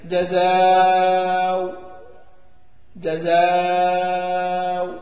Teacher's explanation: لنا على الواو ان انا ابدلها واو خالصه، جزاو جزاو جزاو، ولنا نفس الأوجه الثلاثة دول قصر وتوسط وإشباع مع الإشارة بالضم. مثلا جزاو، يعني بعد ما دي بالضمة تشير مرة أخرى، يعني لا ها جزاو جزاو، تشير بالشفتين مرة أخرى.